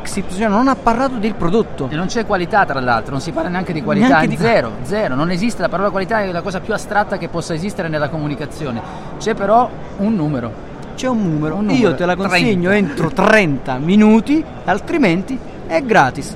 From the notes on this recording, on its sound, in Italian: Puntata live direttamente dallo Smau di Milano